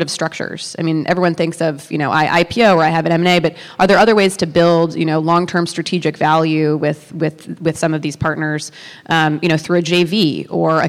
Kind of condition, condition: setting, busy venue